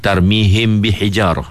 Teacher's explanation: masa kita sebut him, suara tu keluar ikut hidung. · Term: dengung